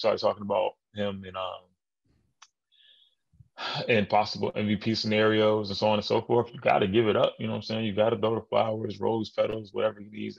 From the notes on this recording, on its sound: The two record this podcast virtually